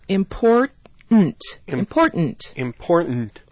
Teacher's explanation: what happens is that the T doesn't get released. So let's take the word, and this happens generally after a stressed syllable.